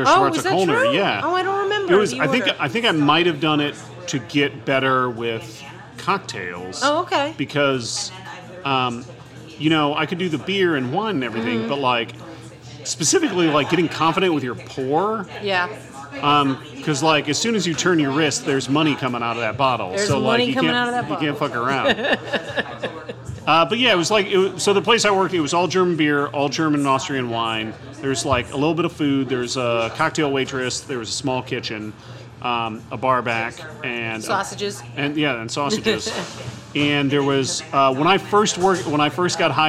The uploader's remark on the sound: T's the last night of indoor bar service in NYC for a while. At Hinterlands Bar.